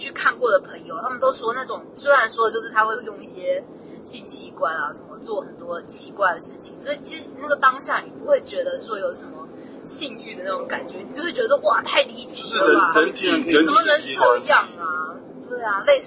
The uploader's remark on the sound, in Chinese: 本集節目在紫爆擁堵的國道五號上錄音，音質很糞沿路開車